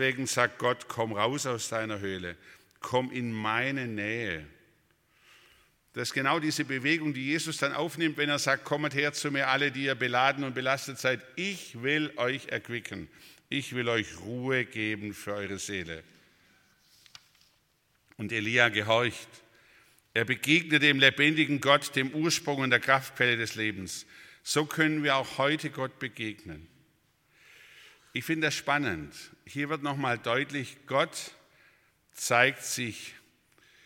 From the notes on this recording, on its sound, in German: aus dem Gottesdienst der Liebenzeller Mission